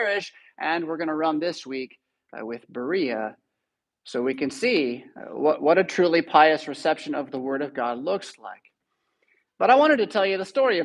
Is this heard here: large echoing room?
yes